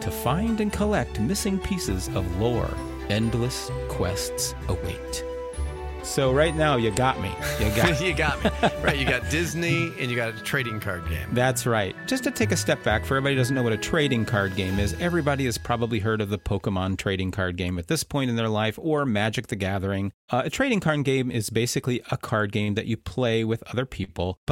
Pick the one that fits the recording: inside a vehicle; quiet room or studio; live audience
quiet room or studio